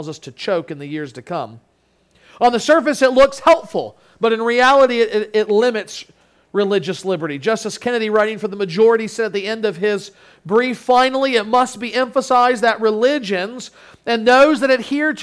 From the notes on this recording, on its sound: Sermon Audio from Crossway Christian Church.